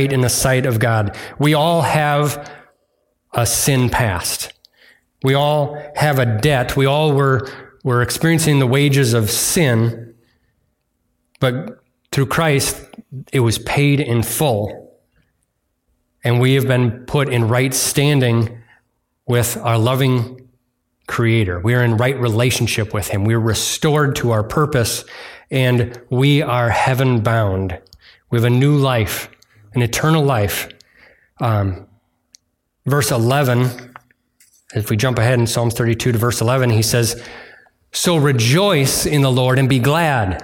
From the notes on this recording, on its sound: delivered on Sunday, September 3rd at Bible Center Church in Maiden Rock, Wisconsin